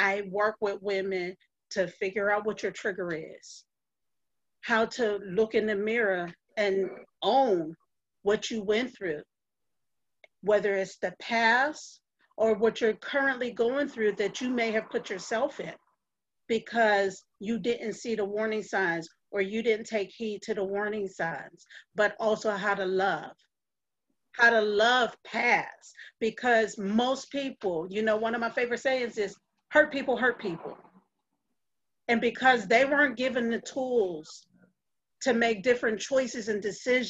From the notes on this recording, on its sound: We are live from the 1st Annual "Virtual Speak Out: Silence Hides Violence" event, brought to you by NDV Healing & Support Inc.